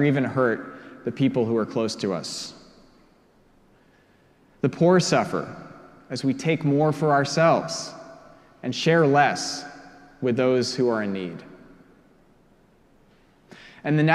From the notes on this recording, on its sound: Preached at our celebration of the Holy Eucharist on the Twelfth Sunday after Pentecost.